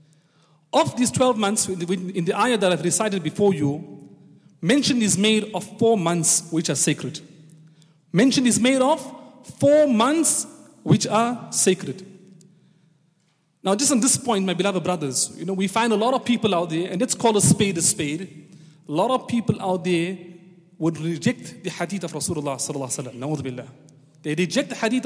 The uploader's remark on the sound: Jummah Programme on the 14th of September 2018 at the Houghton Masjid (West Street)